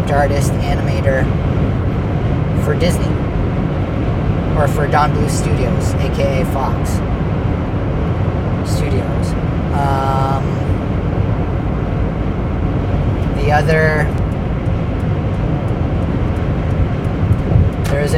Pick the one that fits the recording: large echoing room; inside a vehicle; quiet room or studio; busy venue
inside a vehicle